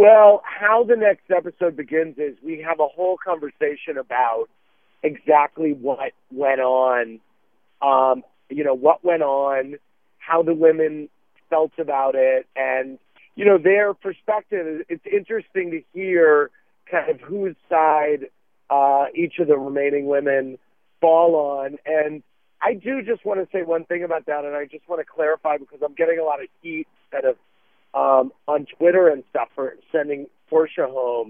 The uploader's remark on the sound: calls in to say hi